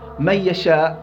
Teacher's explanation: في الناقص ذهاب ذات الحرف وبقاء صفة الحرف ألا وهي هنا اللي هي الغنة. من يشاء ذهبت ذات النون أصبحت ياء، وبقي صفة النون اللي هي الغنة